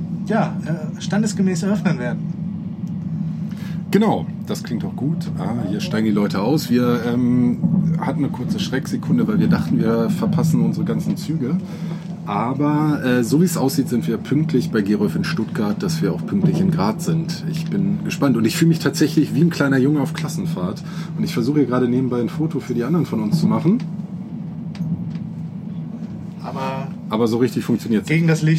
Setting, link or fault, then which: fault, background noise